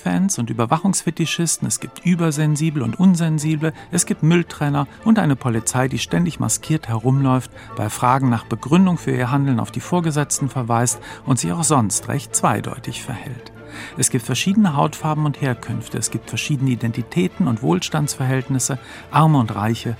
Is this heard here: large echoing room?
no